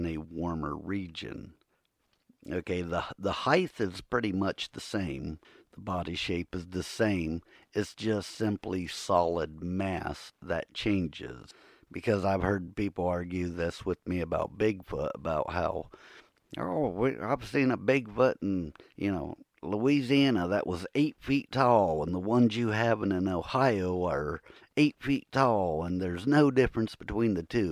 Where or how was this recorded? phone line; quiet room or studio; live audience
quiet room or studio